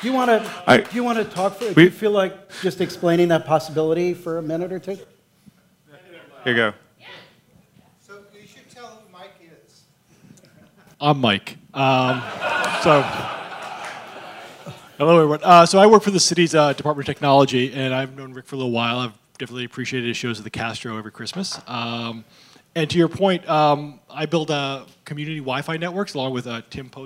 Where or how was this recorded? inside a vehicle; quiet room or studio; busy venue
busy venue